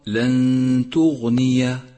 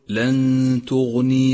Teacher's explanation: ولاحظ أن حرف الياء مفتوح وليس ساكنا · Shown in: first take · فالصواب لن تغني، وخطأ أن تقول لن تغني عنهم أموالهم.